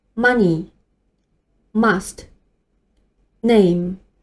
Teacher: 准备好姿势以后，我们从鼻腔里面发声。 · IPA: /m/